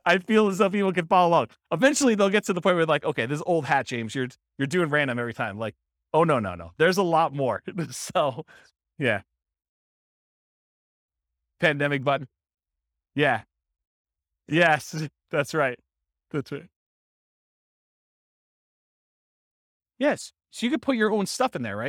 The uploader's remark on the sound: This was a live class recorded